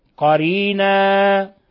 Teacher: قرينا ولا نقول يعني كما يقرأ بعض الإخوة وبعض الأخوات قرينا خطأ هذا هذا مد طبيعي. قرينا المد للألف مقدار حركتين لتنوين العوض اللي هو مد تنوين الفتح · Term: مد عوض